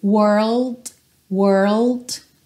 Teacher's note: Depois, coloca o L, world. World, L, língua lá no céu da boca. E fecha com o D.